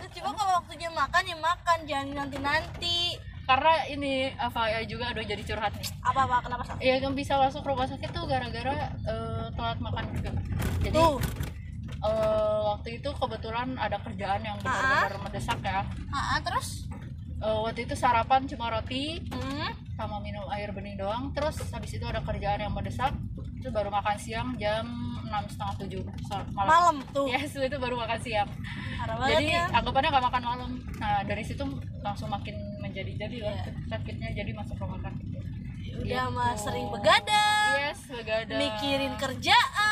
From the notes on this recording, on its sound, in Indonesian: Ditemani hujan dan kemacetan Kota Bandung. Banyak noise nih jadi maaf ya kalau misal sedikit tidak nyaman.